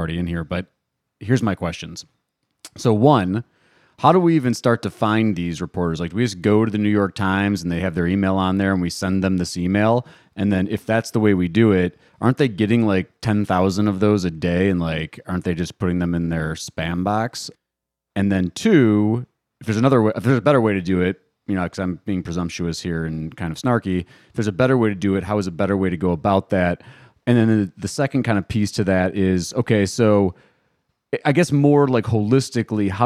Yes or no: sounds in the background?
no